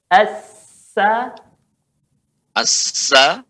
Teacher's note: ujung lidah sama ujung gigi depan